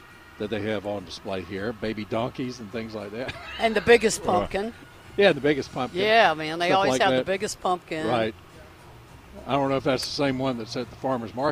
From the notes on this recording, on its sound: broadcasting live from the NC Pet Expo